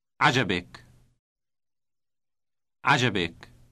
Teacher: There's no T sound before the final ik ending on the verb.